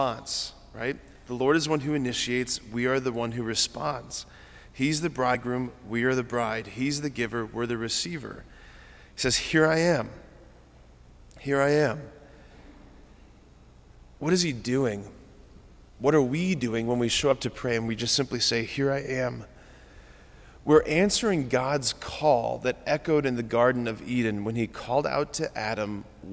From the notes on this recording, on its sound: preached this homily on January 10, 2024 at Sacred Heart of Jesus Catholic Church in Wadsworth, OH